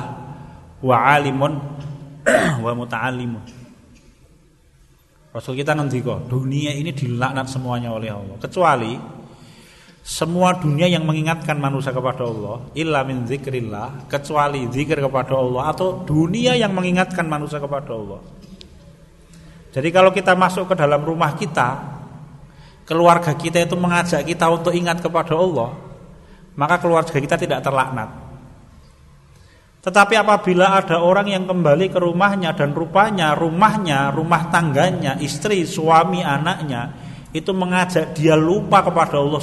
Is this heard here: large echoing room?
yes